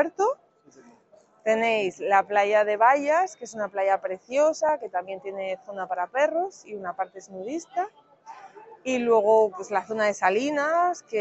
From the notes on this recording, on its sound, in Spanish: Especial desde Expocamp. Compartimos con vosotros un extracto del podcast en vivo que grabamos en Expocamp.